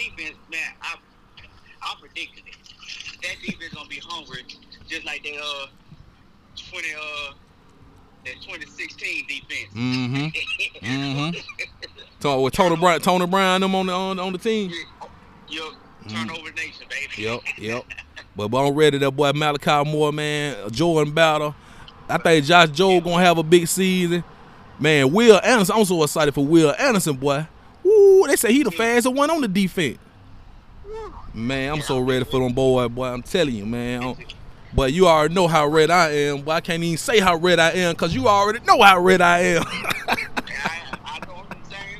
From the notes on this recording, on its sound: Live remote podcast from Exquisite Barber and Style.